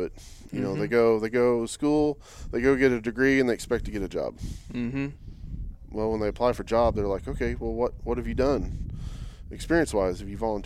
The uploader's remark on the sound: got to sit down at the 2023 Hunt Fish Podcast Summit